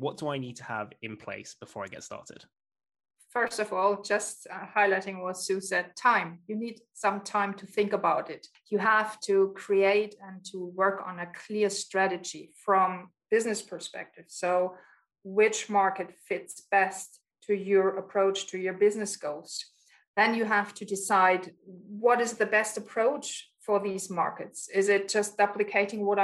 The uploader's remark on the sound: joined over Zoom